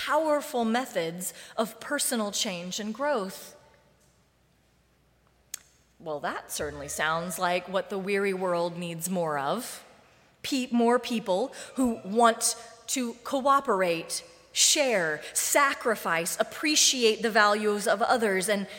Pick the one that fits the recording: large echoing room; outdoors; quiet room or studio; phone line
large echoing room